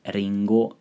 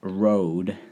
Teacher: your tongue is moving quite far forward, versus think of an English R like road, and your tongue isn't in that front position. It's moved, shifted a lot farther back in your mouth.